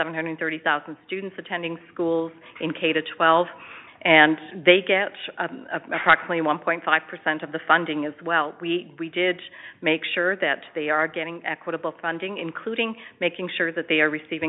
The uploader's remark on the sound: Education Telephone Town Hall (Southern Alberta).